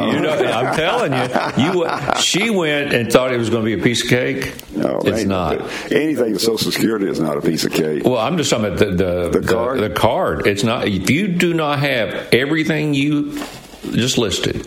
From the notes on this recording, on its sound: LIVE from Biltmore Estates in Asheville